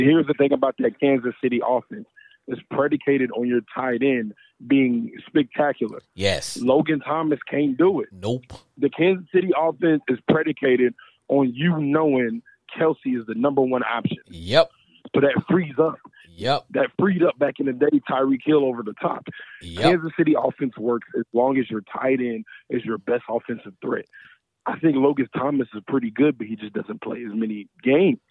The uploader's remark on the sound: Is a one hour live streaming Sports Entertainment Podcast where callers get up to 2 minutes to blow off steam.